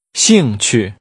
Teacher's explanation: Using falling and neutral tones, say interested.